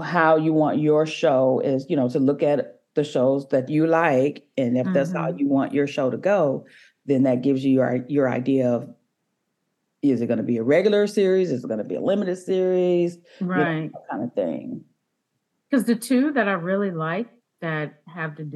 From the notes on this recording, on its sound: During this Pick My Brain Script Consulting Zoom call